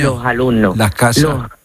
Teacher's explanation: en lugar de pronunciarla con la S, lo que hacemos es aspirarla. · Term: S aspirada